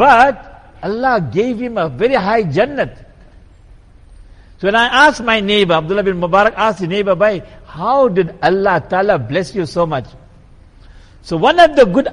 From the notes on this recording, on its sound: Jumuah lecture at Masjid e Quwwatul Islam